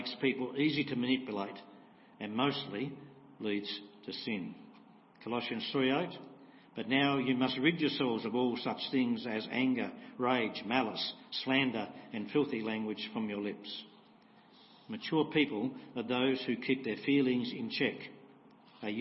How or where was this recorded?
large echoing room